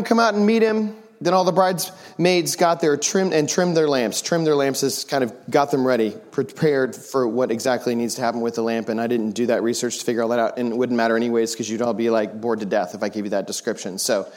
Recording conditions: large echoing room